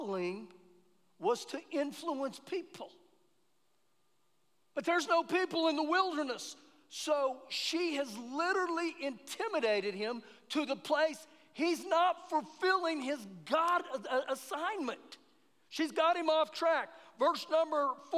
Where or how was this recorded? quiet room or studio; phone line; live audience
live audience